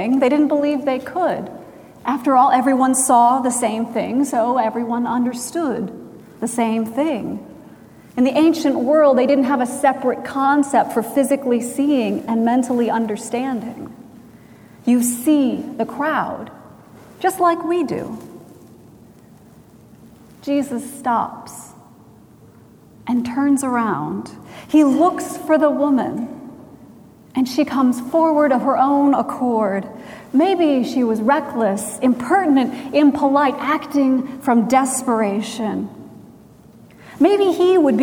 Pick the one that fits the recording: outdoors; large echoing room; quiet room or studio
large echoing room